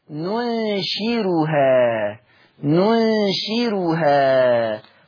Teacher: قرأها ورش بالراء المهملة مع ترقيقها، قرأ ورش بالراء المهملة مع ترقيقها، مع ترقيق الراء لأن الراء مضمومة ومصبوغة بإيه؟